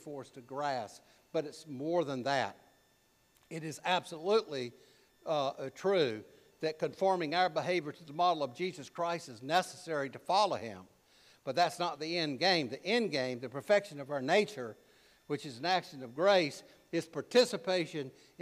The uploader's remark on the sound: preached at All Saints Anglican Church in Charlottesville, VA on May 21, 2023